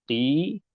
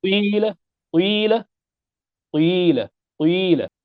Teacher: أن تضم الشفتين مع النطق بالكسرة، يعني تنطق بالكسرة مع ضم الشفتين · Shown in: second take · نحن نقول قيل، فالشفتان يتهيئان للكسر، نقول قيل. · Term: إشمام